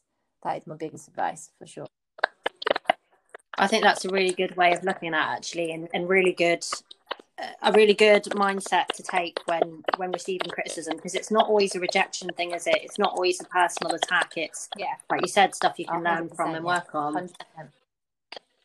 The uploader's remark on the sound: Apologies for the technical difficulties in this one